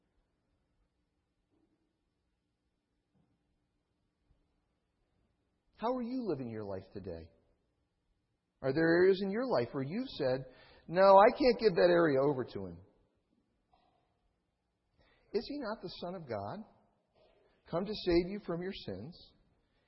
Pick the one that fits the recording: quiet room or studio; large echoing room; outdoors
large echoing room